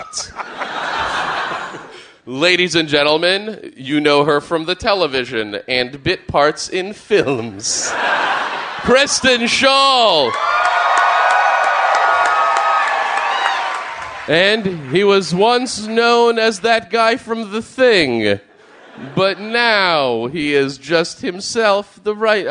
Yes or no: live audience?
yes